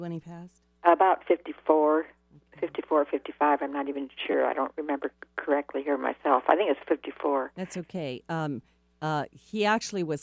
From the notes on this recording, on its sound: Open Call-In Show Day